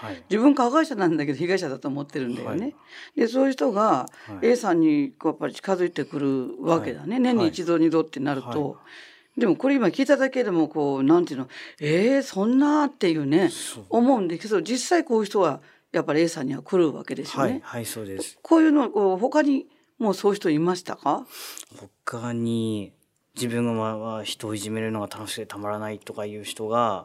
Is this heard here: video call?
no